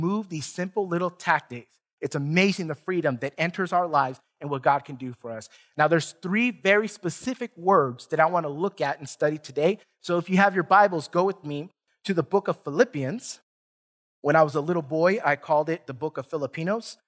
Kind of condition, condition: setting, large echoing room